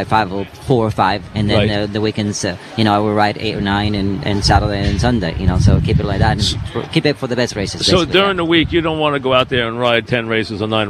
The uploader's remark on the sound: live at Saratoga